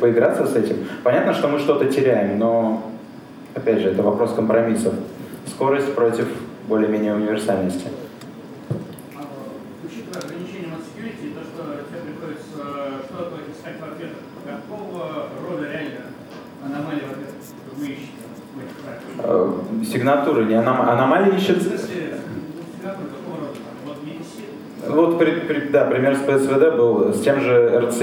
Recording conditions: live audience